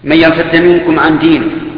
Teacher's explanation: لما أدغمت الدال بالأخرى حركت الثانية بالفتح لالتقاء الساكنين · Term: الإدغام